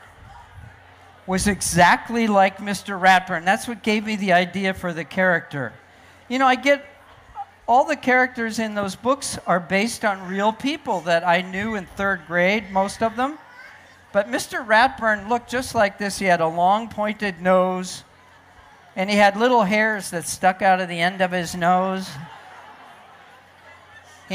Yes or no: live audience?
yes